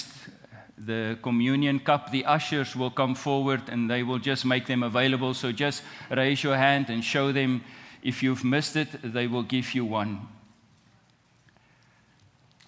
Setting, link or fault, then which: setting, large echoing room